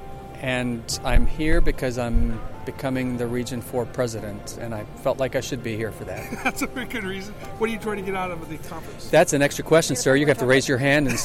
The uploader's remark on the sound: from the Floor of the IAEM conference, 2018 in Grand Rapids Michigan